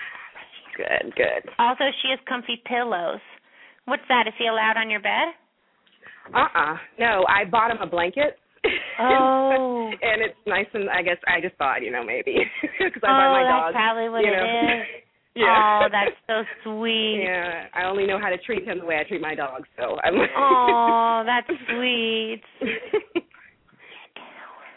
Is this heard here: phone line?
yes